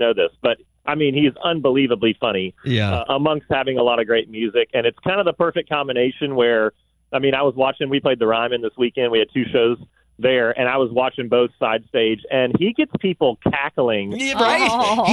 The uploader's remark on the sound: Called. Even got interview bombed.